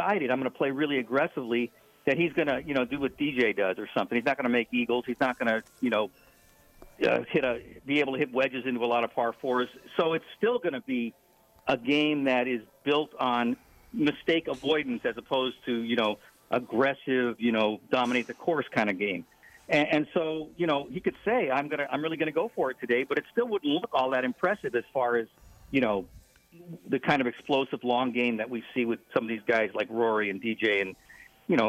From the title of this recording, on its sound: Live From PGA TOUR Superstore